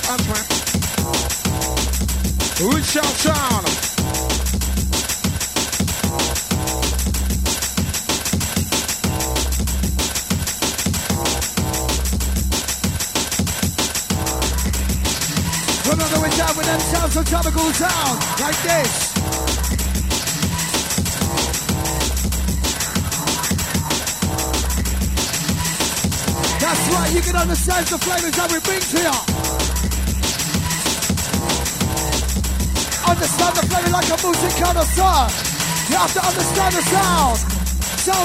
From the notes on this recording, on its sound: Recorded Live At ‘Xmas Party’